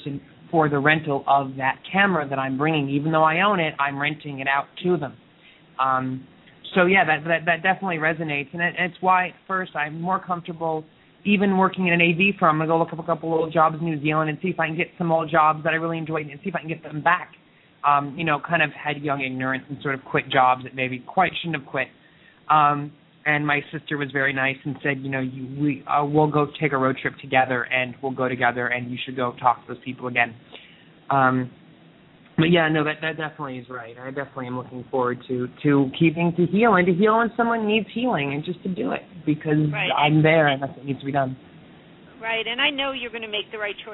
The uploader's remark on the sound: live call-in radio talk show